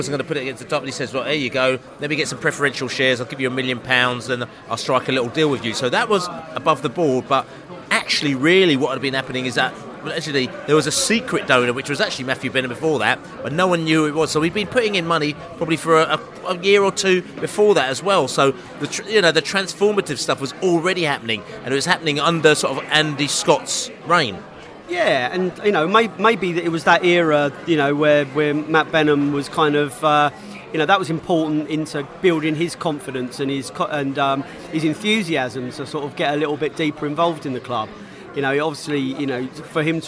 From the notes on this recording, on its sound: live and direct from The George IV pub in Chiswick